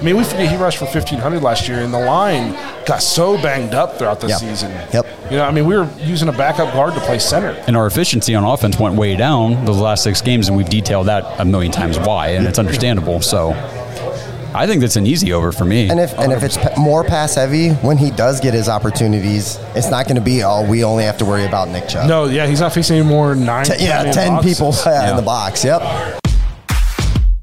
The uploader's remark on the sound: We record LIVE from Shenanigans Bar & Grill in Dover, Ohio with the Tuscarawas County Browns Backers.